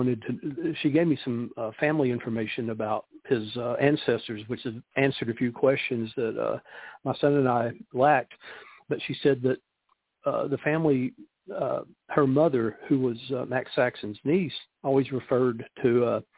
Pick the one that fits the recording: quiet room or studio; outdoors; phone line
phone line